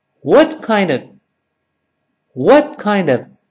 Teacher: of 读快变成 f，因为那个 o 同样会弱化成 a